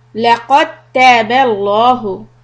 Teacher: So we ignore the dal, double the ta, and lafzu jalala lam will be heavy.